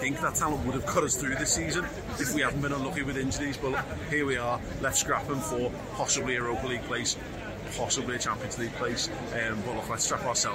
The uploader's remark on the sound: live from Anfield